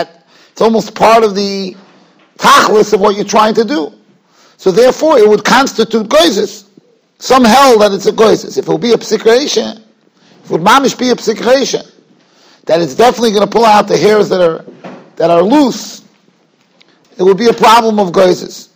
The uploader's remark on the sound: Shiur recorded in Yeshivas Ohr Reuven, Monsey, NY.